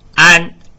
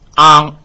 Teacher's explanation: 前鼻音安、n 音和后鼻音 ang、ng 音的比较